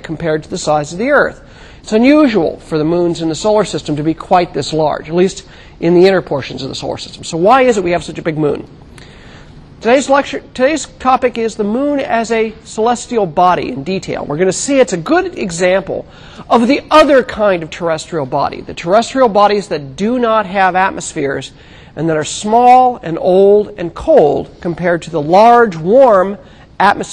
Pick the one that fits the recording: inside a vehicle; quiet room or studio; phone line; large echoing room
large echoing room